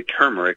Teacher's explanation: Some people say turmeric, put the emphasis on the first